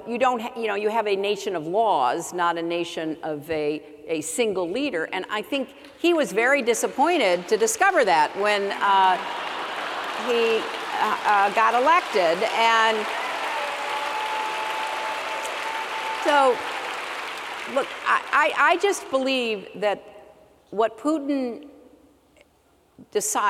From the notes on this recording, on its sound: addresses a sold-out, raucous crowd at The Paramount Theatre